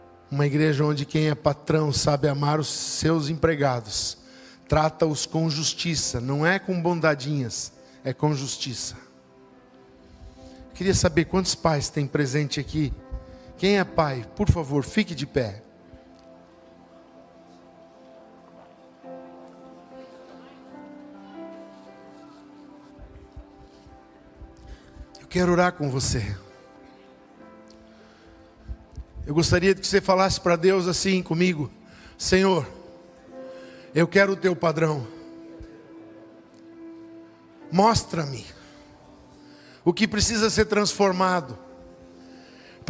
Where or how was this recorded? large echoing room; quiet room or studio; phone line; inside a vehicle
large echoing room